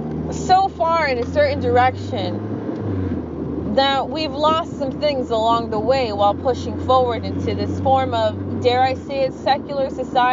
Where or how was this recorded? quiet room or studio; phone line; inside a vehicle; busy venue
inside a vehicle